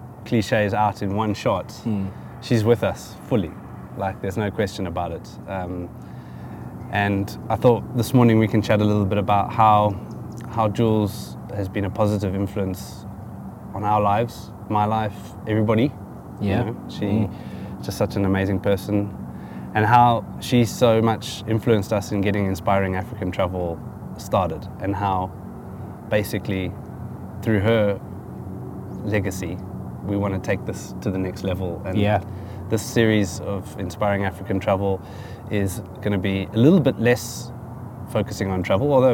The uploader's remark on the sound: Catch up in a nature reserve in Johannesburg. Recorded from the beautiful Modderfontein Reserve, nestled in the heart of Johannesburg on a chilly morning.